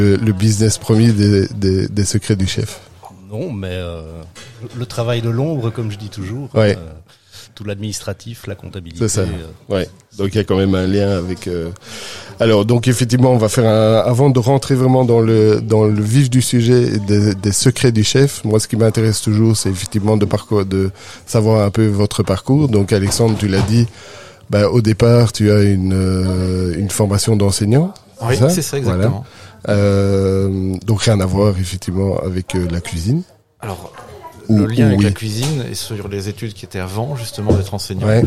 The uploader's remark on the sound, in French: il est enregistré dans un lieu 'public'